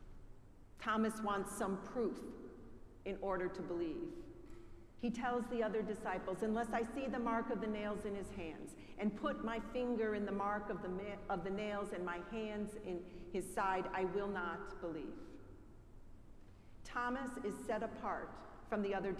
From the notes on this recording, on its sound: Preached at our celebration of the Holy Eucharist on the Second Sunday of Easter.